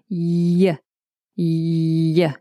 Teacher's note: So the back of your tongue is touching the roof of your mouth. · Term: y sound